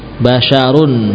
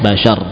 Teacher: Nah, tanwin kalau wasol muncul, namun kalau waqaf hilang.